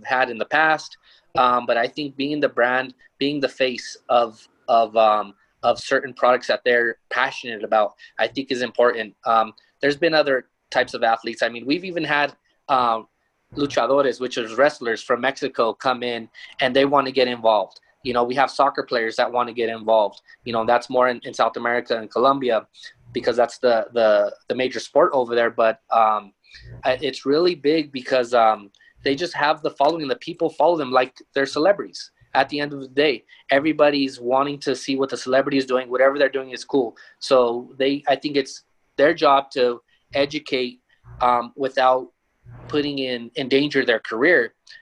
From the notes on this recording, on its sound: Leaf Talks: Sports, Meds & Money | Virtual Conference.